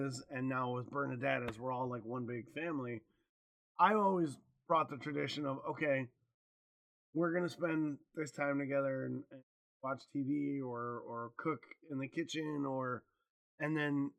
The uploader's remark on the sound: Apologies for the audio quality. Is extremely quiet in this episode.